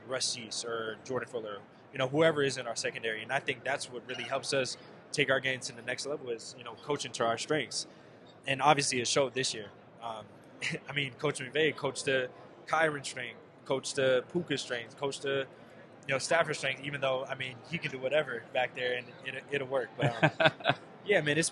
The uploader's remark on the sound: live on Radio Row in Las Vegas leading up to the Super Bowl